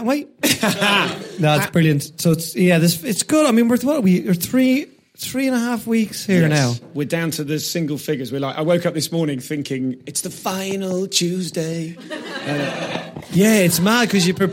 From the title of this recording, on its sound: Live at the Edinburgh Fringe